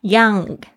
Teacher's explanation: 容词。我们今天加的两个形容词是 young and vibrant. Young, Y-O-U-N-G,这边呢要注意一下那个 NG 的发音哦，它是这个后舌，就是你舌头的根部翘起